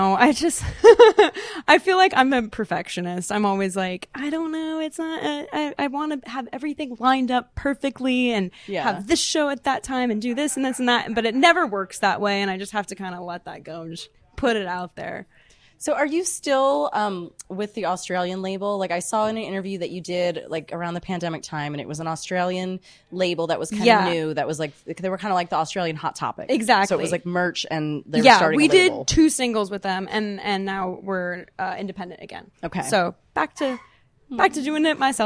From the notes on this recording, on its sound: At Dirty Mondays at The Troubadour! Live show footage.